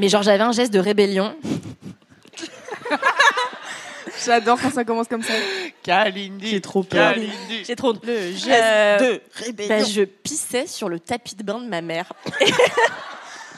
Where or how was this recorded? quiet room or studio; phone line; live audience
live audience